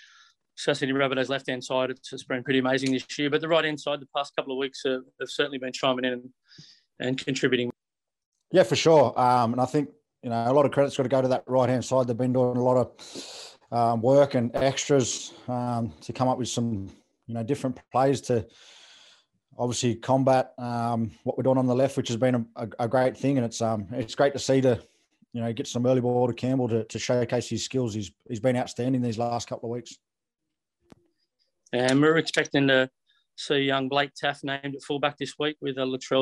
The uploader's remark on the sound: Chat to the media via Zoom.